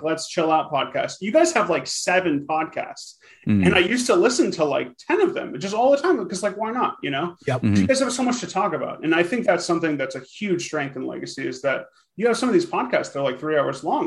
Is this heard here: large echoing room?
no